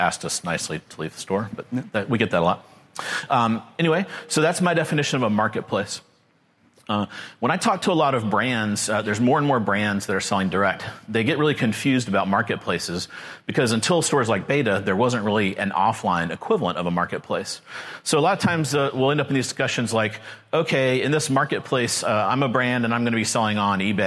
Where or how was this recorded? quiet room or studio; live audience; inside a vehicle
live audience